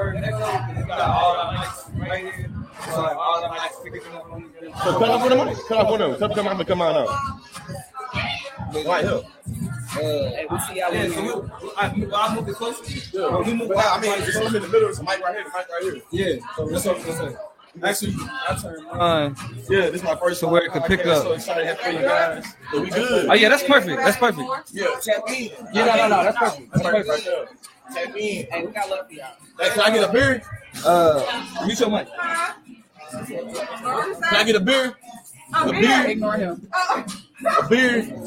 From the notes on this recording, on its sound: Recorded on location at the 53rd Annual NAACP Image Awards LIVE! This was our FIRST live show in front of an audience so the audio is low in places.